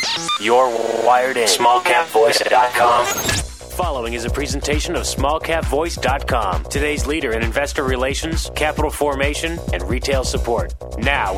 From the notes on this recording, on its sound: called in to SmallCapVoice